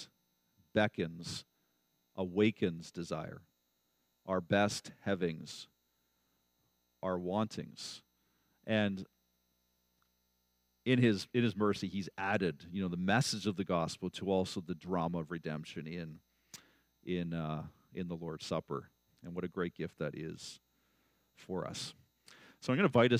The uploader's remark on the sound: at Blessings Christian Church in Hamilton, Ontario.